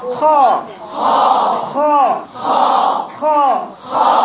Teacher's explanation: الاستعلاء من حيث اللغه الارتفاع والعلو، اصطلاحا يتعلق باقصى اللسان، ارتفاع اقصى اللسان الى الحنك الاعلى. حروفه خص ضغط قل، يعني لما اجي اقرا ختمه ما ينفعش اقراها ختمه، خاء خاء، لان الخاء دي لو قلت ختمه يبقى لساني عمل كده.